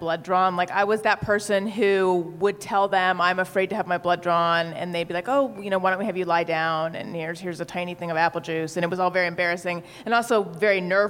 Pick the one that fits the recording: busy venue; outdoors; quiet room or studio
busy venue